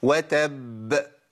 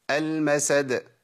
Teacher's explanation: الباء المشدده اول ما اجي اقلقلها هتاخد زمن معايا زياده شويه · Shown in: first take